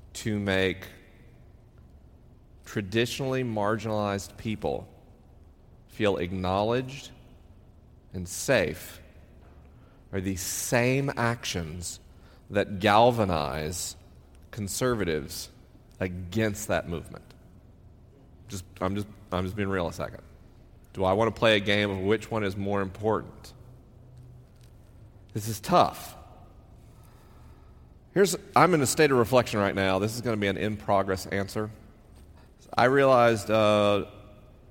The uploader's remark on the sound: LIVE in Los Angeles, CA. This week is a live episode. The questions are unscreened and the answers are unrehearsed. I'm traveling around the country on tour.